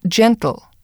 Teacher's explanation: a dental G sound produced at the front of the mouth with the air vibrating as it passes between the teeth